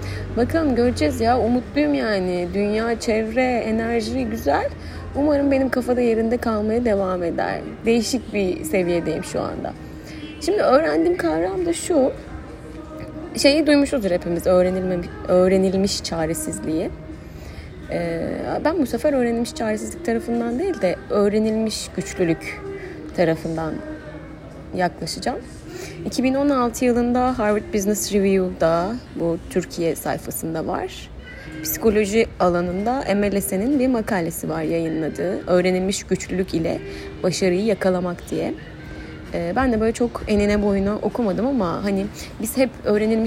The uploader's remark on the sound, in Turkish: Çok ani bir kararla kafede kayıt yaptığım, sesi çok temiz olmayan bir bölüm.